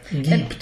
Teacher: It's a closed I. Very, very closed, yeah.